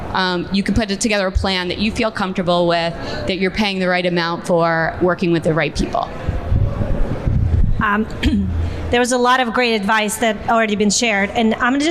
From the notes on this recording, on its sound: LIVE PODCAST (recorded 1.30.20) at the magical #metroburb, Bell Works of Holmdel, NJ